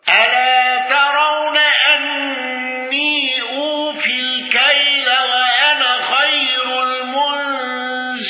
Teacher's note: أبو عمرو بسكون ياء الإضافة وقصر منفصل والغنة